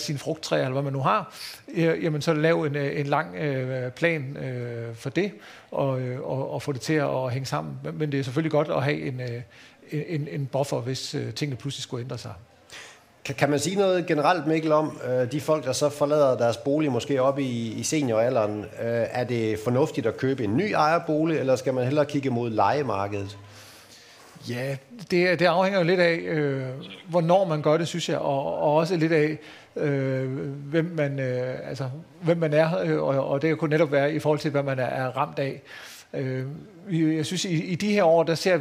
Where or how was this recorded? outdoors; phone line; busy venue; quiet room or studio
busy venue